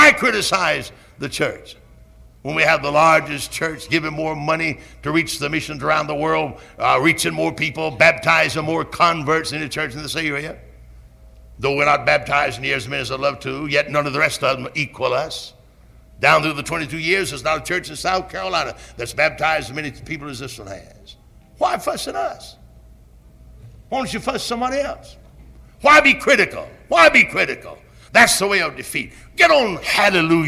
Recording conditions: large echoing room